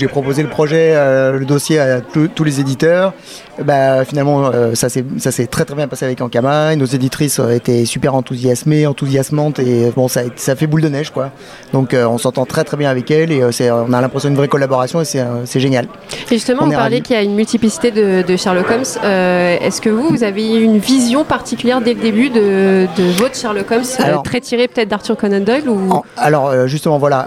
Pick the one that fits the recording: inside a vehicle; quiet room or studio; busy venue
busy venue